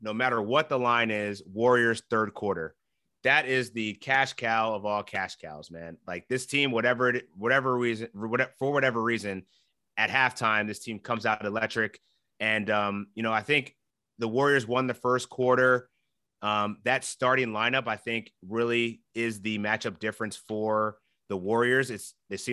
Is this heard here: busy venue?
no